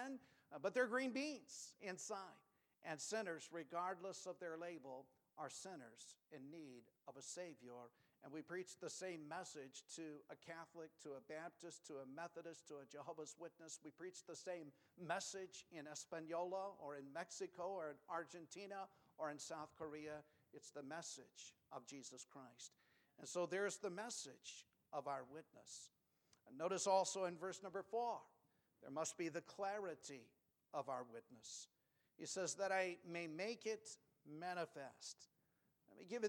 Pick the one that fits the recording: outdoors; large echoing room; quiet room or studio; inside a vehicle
large echoing room